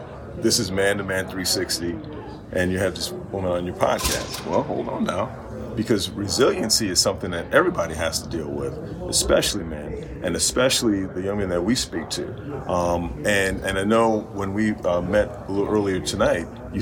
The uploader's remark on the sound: This interview was recorded LIVE at Podcast Summit in Miami, Florida July 30,31, 2023.